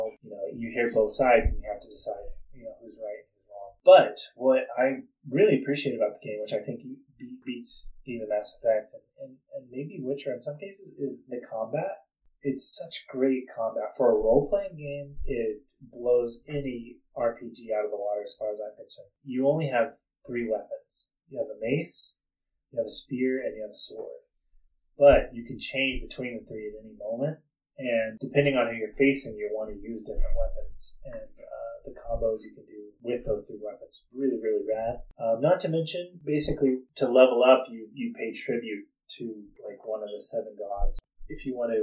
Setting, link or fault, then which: fault, poor sound quality